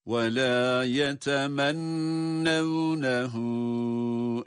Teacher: yetemennev, yine şeddeli nun tutarak okuyoruz